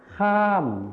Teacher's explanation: ภาษาถิ่นอีสานจะไม่มีคำควบกล้ำรอเรือนั่นเองค่ะ